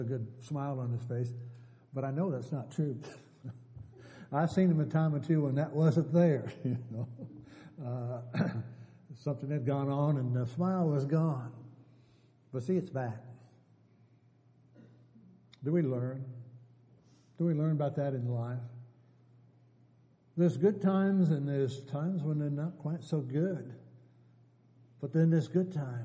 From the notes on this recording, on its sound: Downtown Church Of Christ Audio Sermon